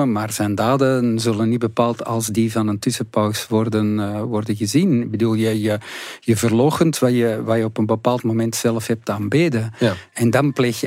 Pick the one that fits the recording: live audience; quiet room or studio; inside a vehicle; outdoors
quiet room or studio